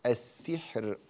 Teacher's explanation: السحر ستكون مضمومة في حالة الوصل فتفخم في حالة الوصل، لكن بما أنك وقفت فترقق · Term: ترقيقها في الوقف